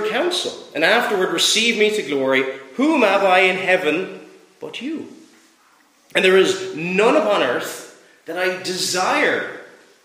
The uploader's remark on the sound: Preached at Rathfriland Reformed Presbyterian Church on Sabbath evening on December 11th.